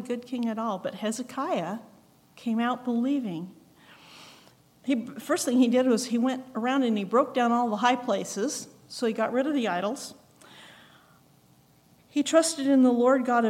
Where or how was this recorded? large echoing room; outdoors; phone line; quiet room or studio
large echoing room